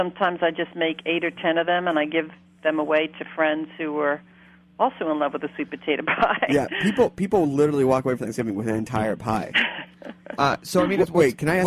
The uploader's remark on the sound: welcome a very special guest via phone